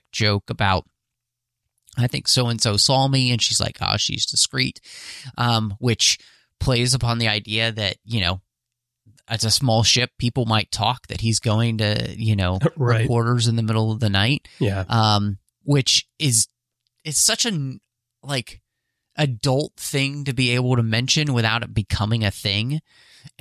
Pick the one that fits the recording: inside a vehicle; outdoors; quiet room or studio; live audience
quiet room or studio